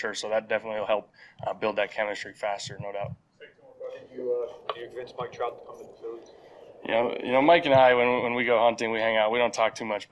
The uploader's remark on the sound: Double decker press conferences!